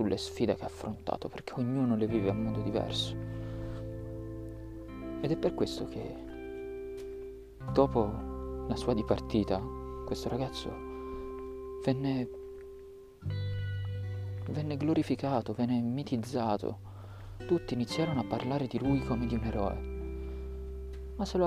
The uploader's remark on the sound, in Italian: Registrato al parco.